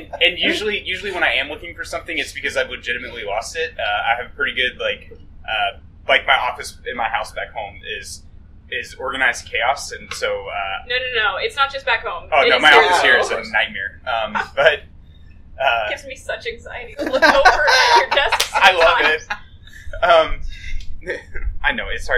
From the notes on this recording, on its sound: Had a great conversation with three great Americans I get the pleasure to work with here in Kenya. The audio is a little sketchy.